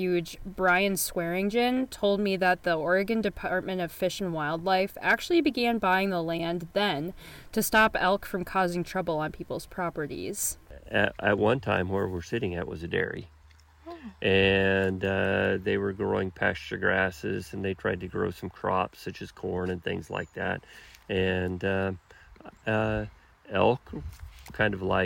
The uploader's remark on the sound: View Roosevelt elk and listen to them 'bugle' at Jewell Meadows refuge. Brings listeners to Jewell Meadows Wildlife Area to watch and listen to one of Oregon's most majestic animals — Roosevelt elk.